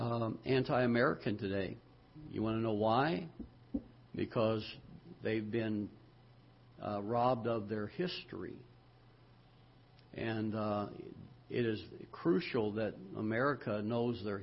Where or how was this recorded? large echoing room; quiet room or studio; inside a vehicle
large echoing room